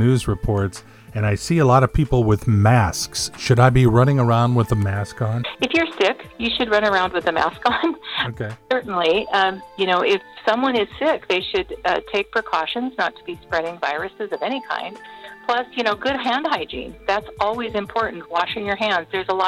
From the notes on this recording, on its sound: got on the phone to give us a status report.